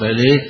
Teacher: الجمهور يقرأها بالإمالة حمزة والكسائي وخلف